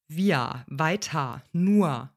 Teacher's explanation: In den Wörtern wir, weiter, nur und unglaublich vielen anderen können wir ein R zwar lesen, aber wir sprechen es quasi als reduziertes A aus. Wir, weiter, nur und nicht wir, weiter, nur. · Term: vokalischem R